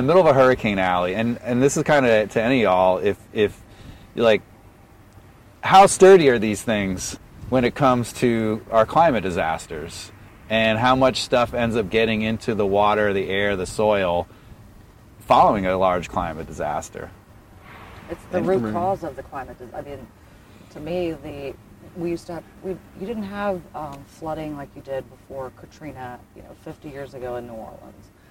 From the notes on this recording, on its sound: Filmed from the banks of the Mississippi River in Norco, Louisiana.